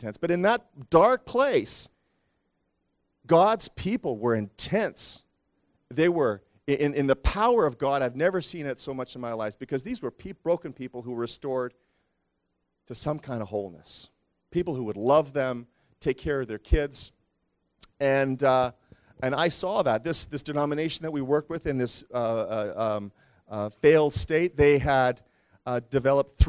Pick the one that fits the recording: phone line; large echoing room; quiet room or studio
large echoing room